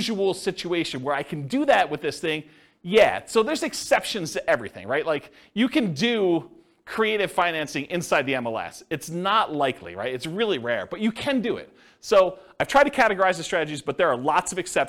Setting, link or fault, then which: setting, live audience